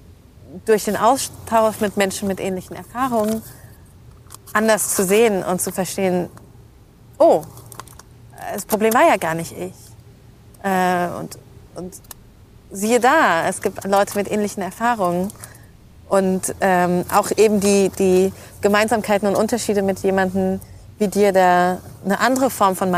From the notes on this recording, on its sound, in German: Da wir diese Folge in der Stadtnatur aufgenommen haben